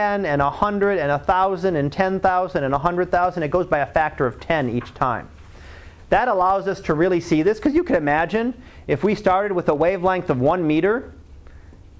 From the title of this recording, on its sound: Live Class Lecture